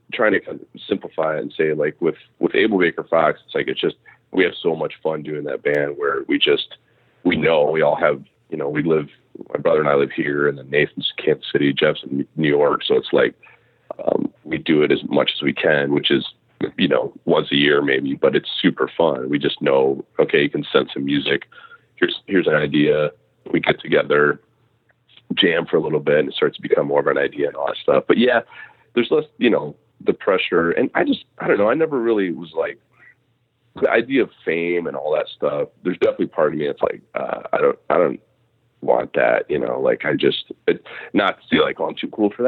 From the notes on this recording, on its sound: Audio issues thanks to cell phones and not being able to do this in person. You may hear some beeps. I also seem to have had a crazy cold but still did this interview so I sound a little stuffed up.